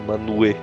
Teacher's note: tem um som de U bem puxado, assim, Manuê.